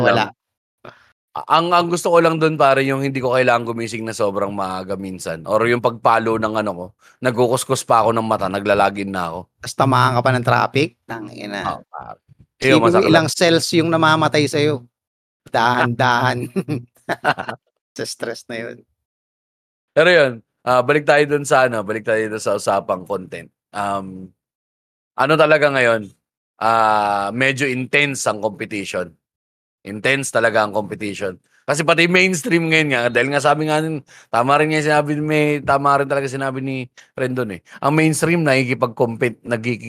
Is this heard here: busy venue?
no